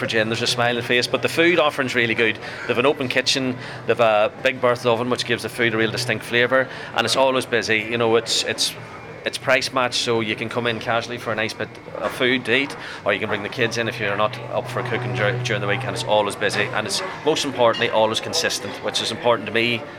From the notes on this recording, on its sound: joined on a walking tour